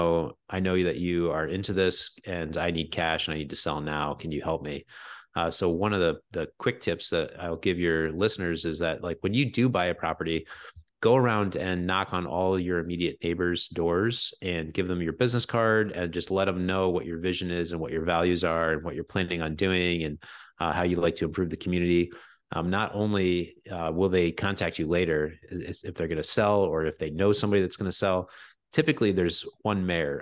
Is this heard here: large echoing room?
no